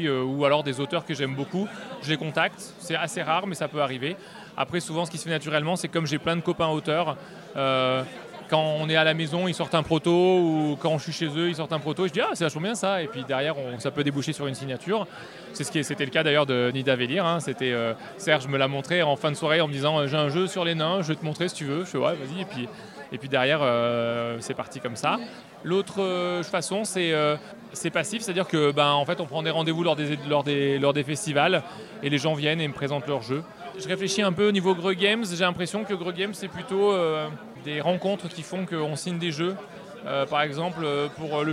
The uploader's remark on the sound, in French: Rencontre avec le couple lors du festival Paris est ludique 2023.